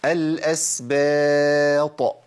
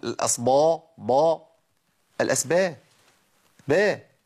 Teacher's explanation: الباء حرف مرقق، احنا قلنا انها مستفله منفتحه · Shown in: first take